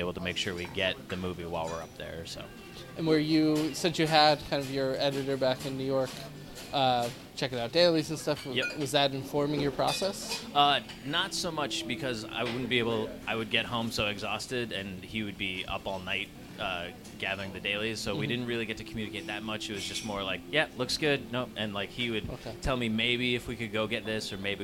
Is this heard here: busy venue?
yes